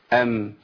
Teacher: والميم انطباق لكن مش قوي